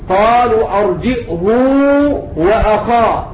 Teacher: بضم الهاء مع إشباعها